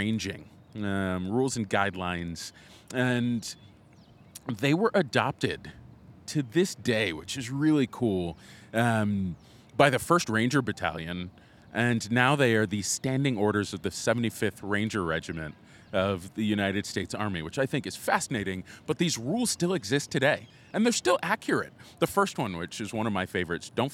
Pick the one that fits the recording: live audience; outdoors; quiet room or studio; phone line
outdoors